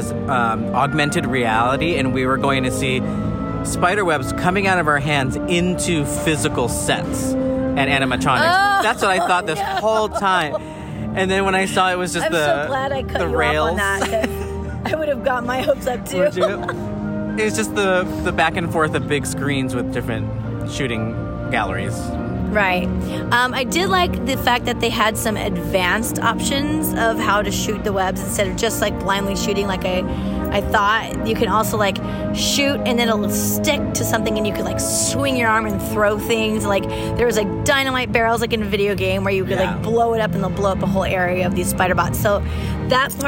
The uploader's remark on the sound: WE ARE LIVE FROM AVENGERS CAMPUS!